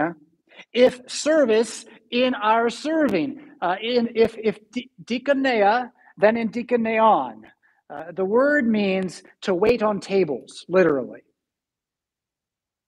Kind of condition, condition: setting, large echoing room